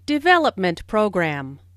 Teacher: Since these two words make a compound noun, the main stress falls on development.